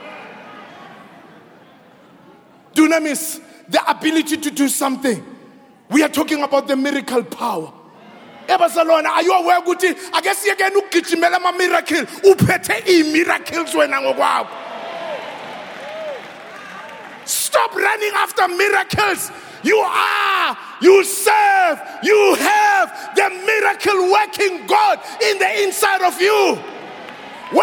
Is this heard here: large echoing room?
yes